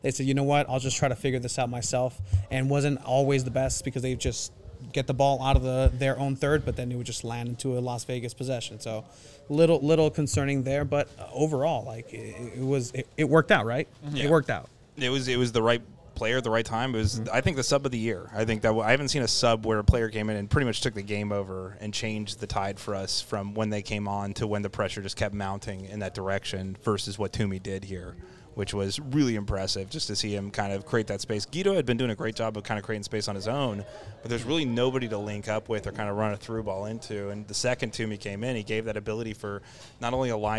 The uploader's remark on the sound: Live from Stone Brewing